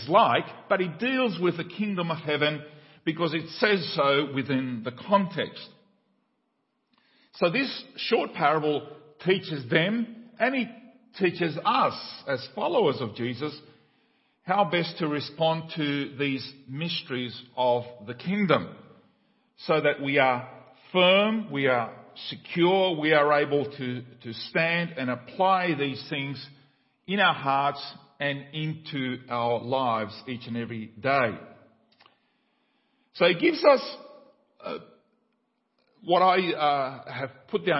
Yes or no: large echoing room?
yes